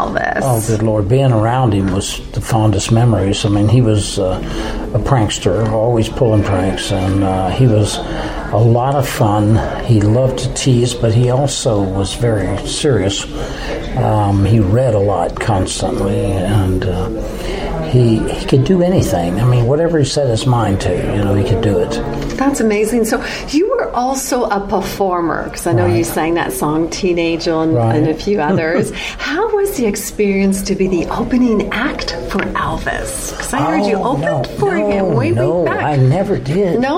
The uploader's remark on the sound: Interviews from the Collingwood Elvis Festival 2016